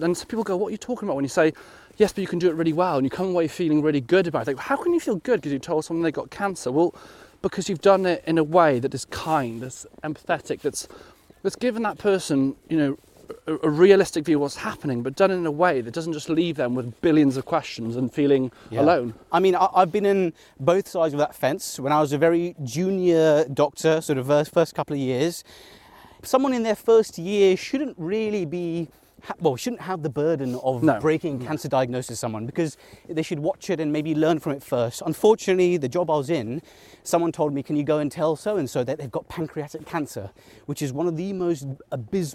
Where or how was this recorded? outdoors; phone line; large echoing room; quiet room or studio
outdoors